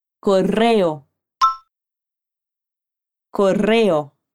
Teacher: Aqui a gente vai vibrar a ponta da língua no R duplo